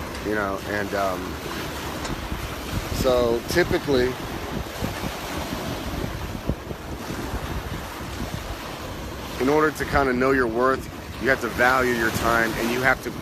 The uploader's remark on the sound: Live from Pattaya Beach, Thailand. Live from Pattaya Beach , Thailand.